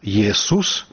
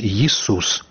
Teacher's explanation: Колішні гук «э» стаў вымаўляцца «і» · Shown in: second take · памянялася чытанне адпаведнай літары.